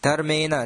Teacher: धर्मः धर्मे न दन्त्यनकारः इति आगच्छति, किन्तु अत्र रेफस्य प्रभावेन नकारस्य स्थाने णकारः इति आदिष्टः